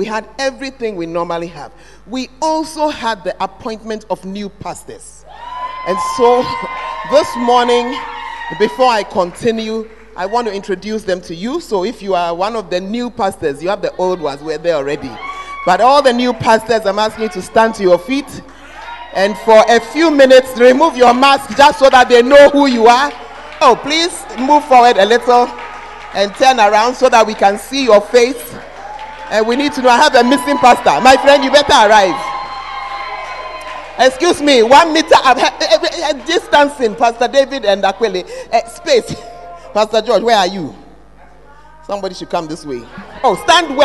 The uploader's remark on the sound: Preached at the Word Alive Service